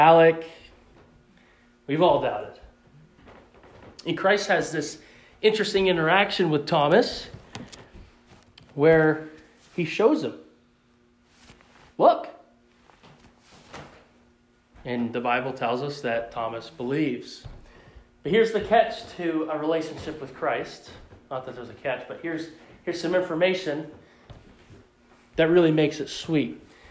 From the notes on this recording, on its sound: in the pulpit of the Pleasant Valley Bible Church in West Bethel, Maine on Easter Sunday 2021.